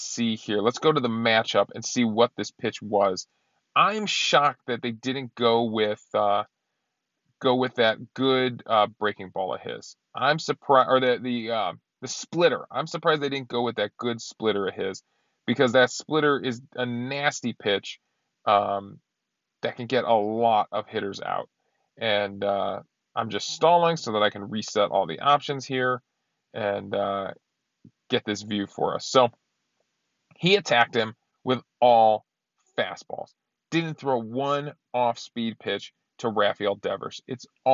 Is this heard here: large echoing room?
no